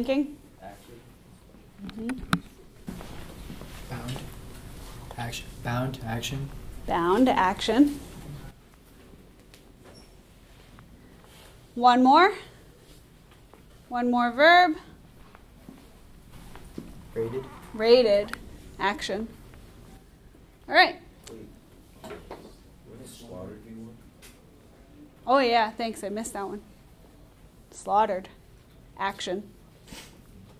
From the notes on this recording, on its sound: Recorded in class on 10/25/19. Audio unedited... Normally I cut the recording down but this time I'm letting it roll exactly as it happened in class.